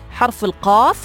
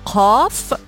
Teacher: يصنف بأنه صوت مجهور وانفجاري ويخرج من مؤخرة اللسان عند أقصى الفم. هذا الحرف هو حرف القاف.